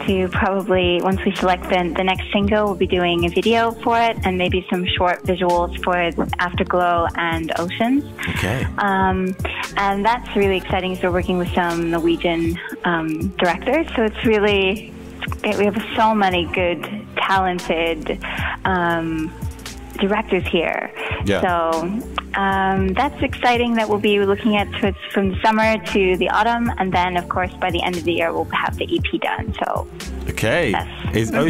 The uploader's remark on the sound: over the phone